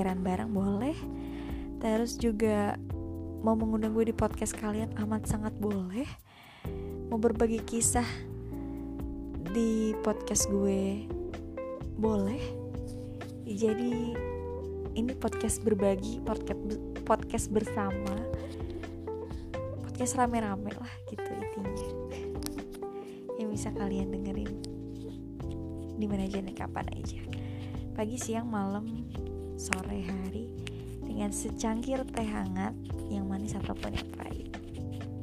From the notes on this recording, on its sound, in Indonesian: Maaf kalau didalamnya mengandung unsur suara luar karena rekaman ini masih dalam tahap biasa.